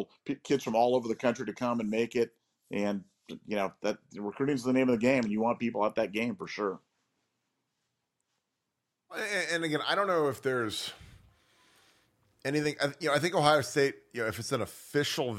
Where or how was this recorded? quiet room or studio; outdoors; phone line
quiet room or studio